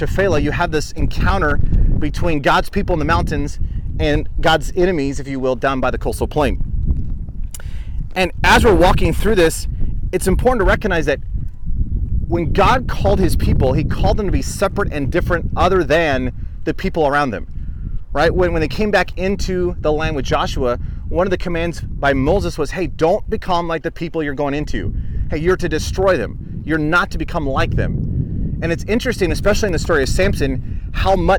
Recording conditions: wind noise